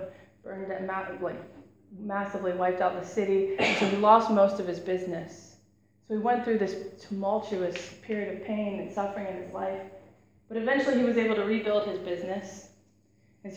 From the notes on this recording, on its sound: Preached on 12th March 2017 at Beacon International Centre.